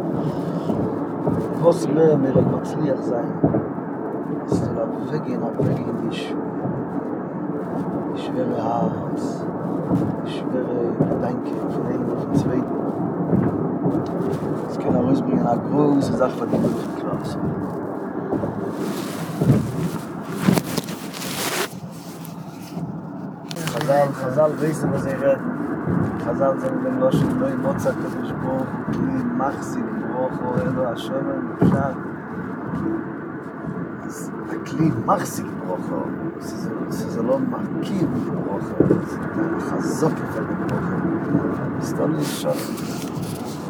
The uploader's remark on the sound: On The Way From JFK To Stony Point